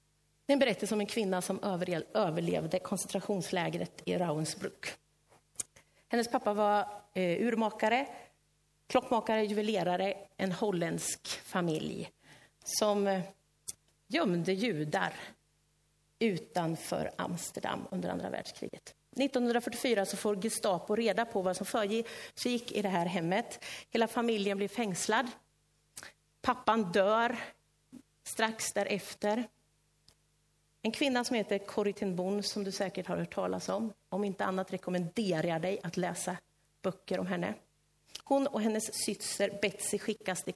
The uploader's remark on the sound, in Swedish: Inspelad i Löfstadkyrkan i Tranås 2023-11-12.